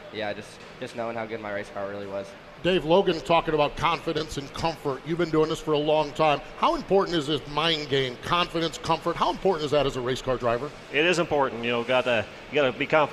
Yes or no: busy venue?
yes